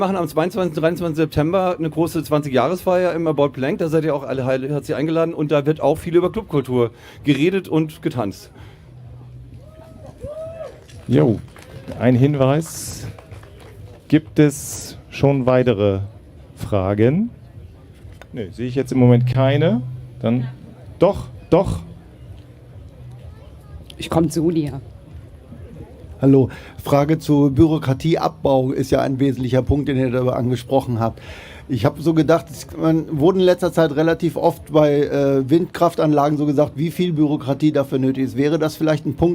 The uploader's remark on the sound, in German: Viele dieser Fragen - wie auch weitere aus dem Publikum - werden zur Sprache kommen.